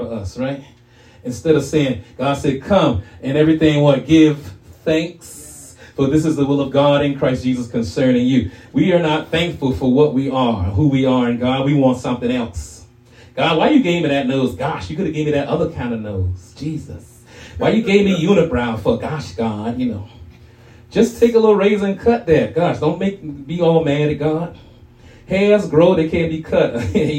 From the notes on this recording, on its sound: shared this message live at RACC